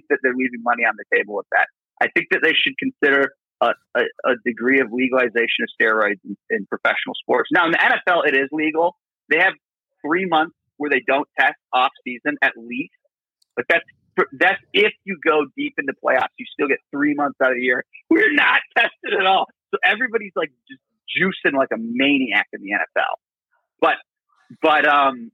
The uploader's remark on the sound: Live Call In Show